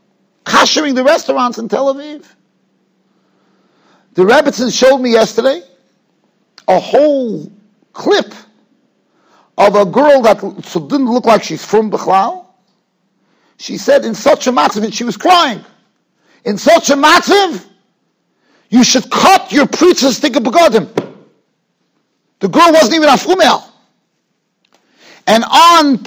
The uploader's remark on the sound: Shiur recorded in Yeshivas Ohr Reuven, Monsey, NY.